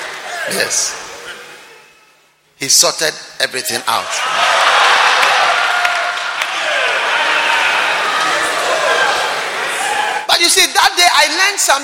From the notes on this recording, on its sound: Preached at the King of Kings Cathedral, Achimota.